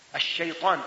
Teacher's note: الشين من حروف التفشي، والطاء من حروف الإطباق